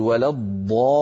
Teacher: فلما نقول ولا الضالي، ننطق لامين، لام ساكنة يتلوها لام مكسورة. فالألف في الضالين أتى بعدها سكون، هذا السكون هو الذي جعل مبررا لتطويل الألف عن حركتين، من هنا سمي هذا المد مد فرعي.